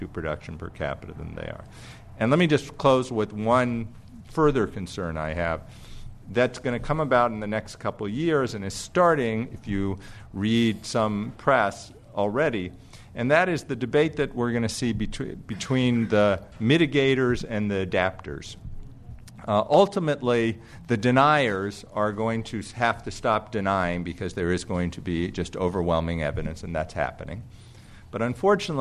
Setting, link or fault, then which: setting, live audience